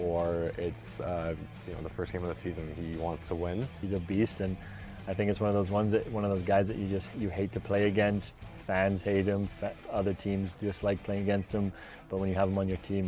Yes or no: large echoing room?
no